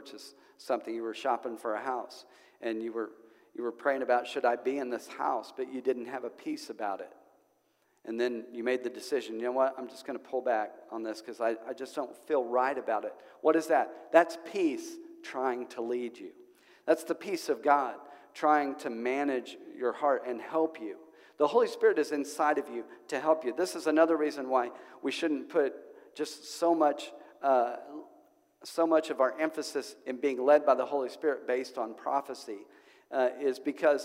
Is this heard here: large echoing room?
yes